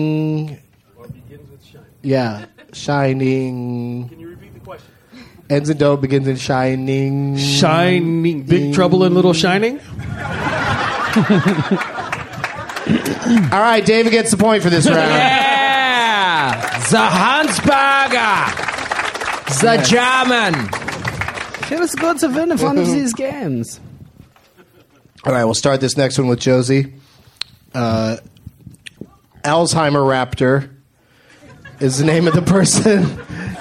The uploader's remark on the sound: Recorded live at The Punch Line in Sacramento, California on January 16th, 2012.